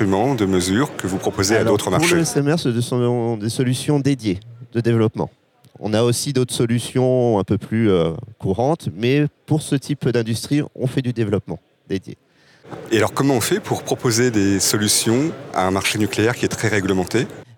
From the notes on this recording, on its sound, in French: Une interview enregistrée sur le salon World Nuclear Exhibition (WNE).